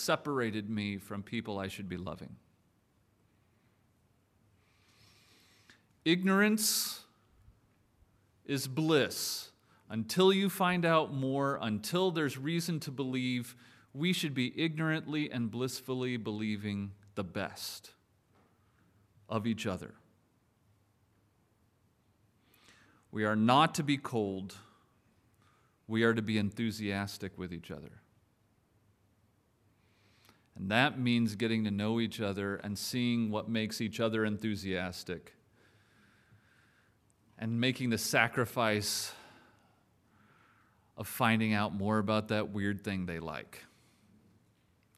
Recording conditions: large echoing room